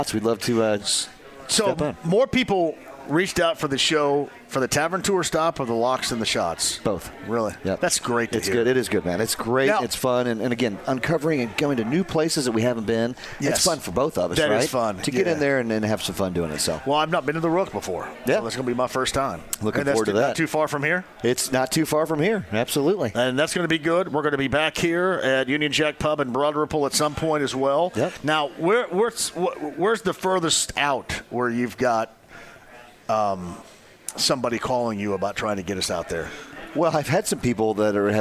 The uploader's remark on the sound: Live From Union Jack Pub in Broad Ripple!